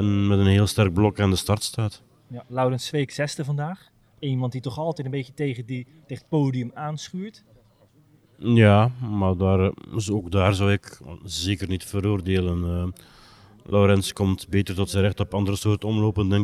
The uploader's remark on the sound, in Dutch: opgenomen op de Muur van Geraardsbergen